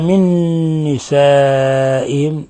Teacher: قوله تعالى من نسائهم، قلنا إما أن نسميه مثل متماثلين، وإما أن نجعله إضغام بغنى، لأن النون جاء بعدها نون، نون ساكنة جاء بعدها نون متحركة، أضغمت النون في النون صارت نونا واحدة مشددة. نسائهم مد متصل، لاتصال الهمزة بحرف المد في نفس الكلمة، يمد من 4 إلى 5 حركات